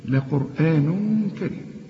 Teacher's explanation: التنوين اللي بعده كاف، الكاف من حروف الإخفاء، إخفي هنا